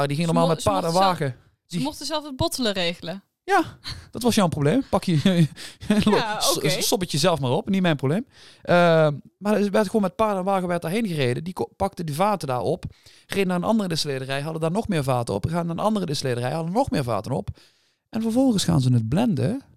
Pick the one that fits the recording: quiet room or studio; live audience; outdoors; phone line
quiet room or studio